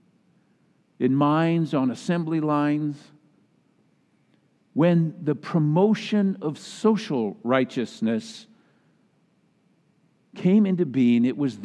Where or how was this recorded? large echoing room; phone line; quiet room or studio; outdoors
large echoing room